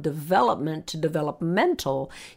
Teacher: When you change the word from development to developmental, you have to change the word stress from the vel to the ment. So marking that and writing it phonetically is invaluable to a non-native speaker to know how to say it and to integrate that.